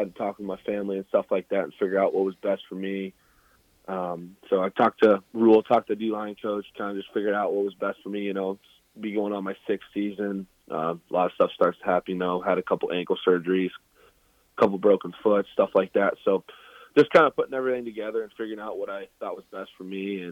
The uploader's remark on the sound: calls in for the first 8 minutes